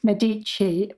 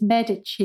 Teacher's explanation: English speakers will often say Medici, but the Italian pronunciation is Medici with the stress on the first syllable · Shown in: second take